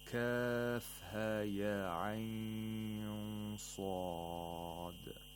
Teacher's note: عين، some say that you're allowed to lengthen it to either four or six, but if you lengthen it to six, it's better. And finally صاد، which is a مد لازم، you have to lengthen to six vowel counts.